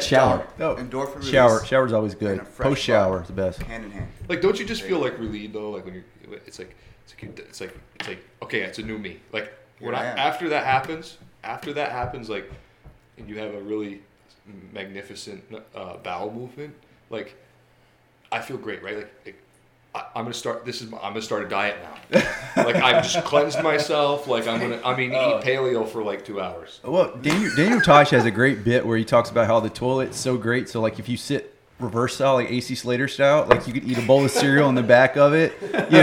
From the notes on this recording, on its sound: 5 Guys, 1 Mic. I'm joined in studio by 4 of my good buddies.